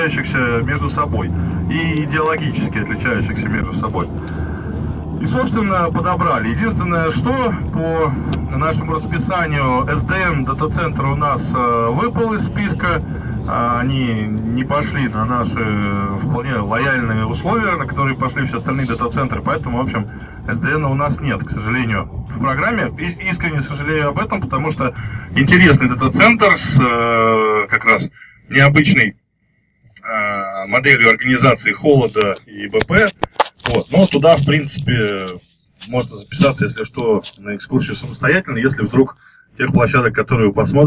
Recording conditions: poor sound quality